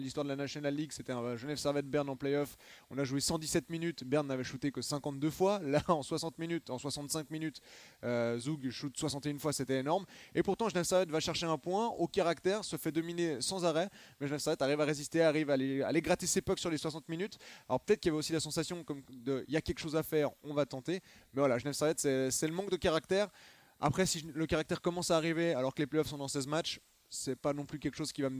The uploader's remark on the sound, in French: Nous enregistrons en direct de Lugano où nous nous apprêtons à assister au match du Genève Servette Hockey Club face à HC Lugano.